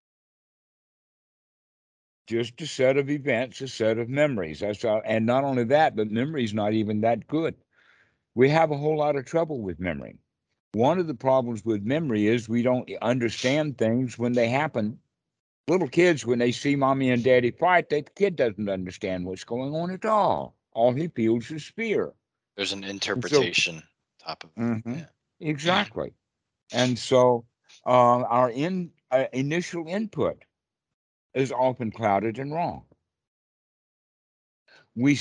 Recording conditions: video call